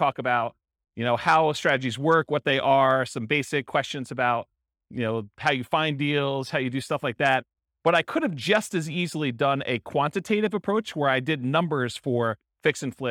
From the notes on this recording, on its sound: This was a live class recorded